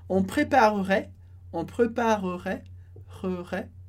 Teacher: é comum que a gente corte esse E da metade da palavra